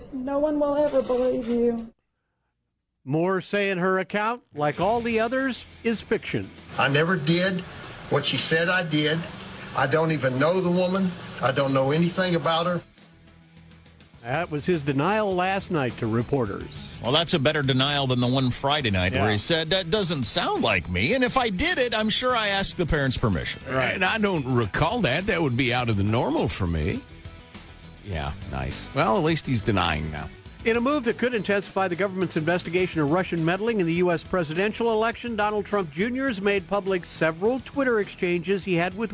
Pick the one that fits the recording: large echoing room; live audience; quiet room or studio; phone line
phone line